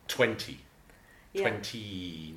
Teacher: the Y's at the ends of words in this song, phonetically, in lyric diction, it's technically an open I.